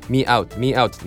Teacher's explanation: me って言った時にねちょっとこう口の感じがね子音で言うところの y、まあ、発音記号で言うとなんか j みたいな記号なんだけどこの e ね、ここからね out 母音つながるんだよね。 me や me やってね間に y が入ったようなね感じでつながるとすごくスムーズです。まあそのまま続けて言おうとすると必然的にというか、まあ、自然にそうなるんだよね。